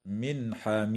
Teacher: وتظهر النون الساكنة عند الحاء في قوله تعالى من حميم